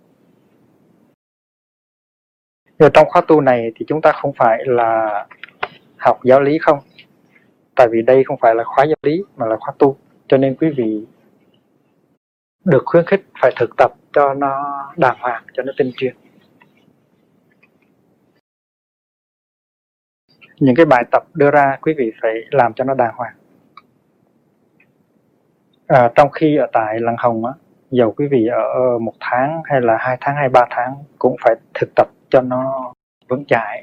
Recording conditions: poor sound quality